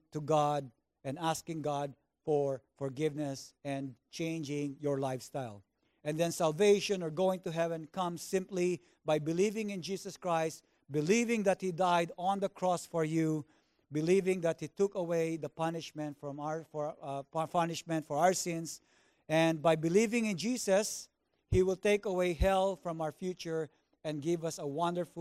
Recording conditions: large echoing room